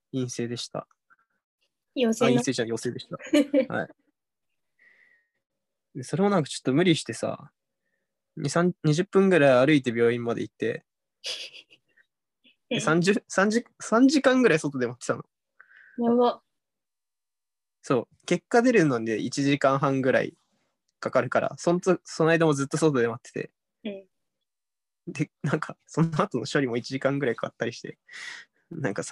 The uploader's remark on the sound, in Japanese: 相方がコロナに感染したので、療養ホテルから初リモート収録です。